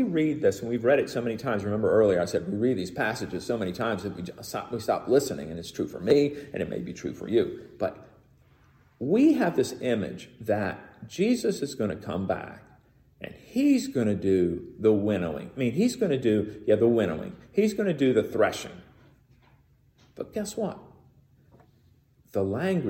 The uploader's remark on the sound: Recorded in the sanctuary of MPPC on Sunday, January 9, 2022